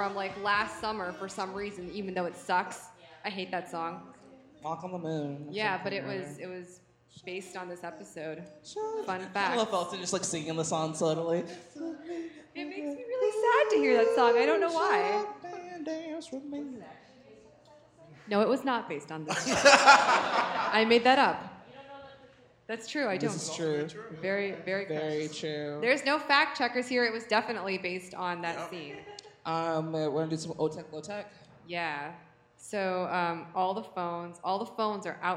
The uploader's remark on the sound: It's a LIVE show!